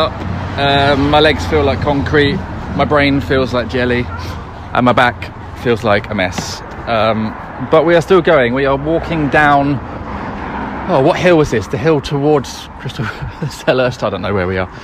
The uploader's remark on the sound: We're back doing the Palace For Life Marathon March, walking the streets and parks of South London to raise money for the people of South London.